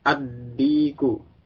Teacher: Kemudian ad-diku, lamnya masuk ke dal. Karena dal termasuk yang syamsiyah.